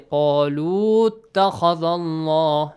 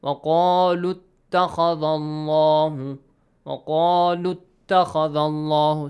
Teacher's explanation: we skip Hamzatul Wasl, plus we shorten the long vowel sound · Shown in: second take · Term: shorten the U sound